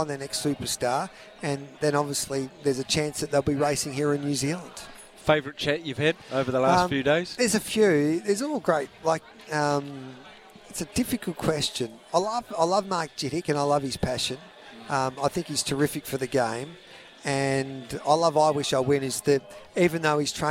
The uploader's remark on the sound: live from the big Karaka yearly sales